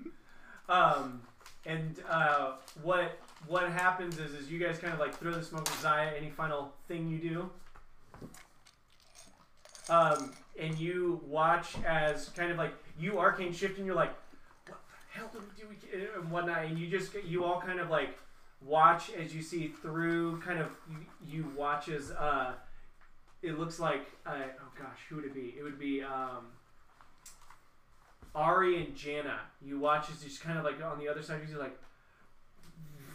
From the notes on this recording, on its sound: This is our first ever Runeterra Live play game. I know the sound is not the best.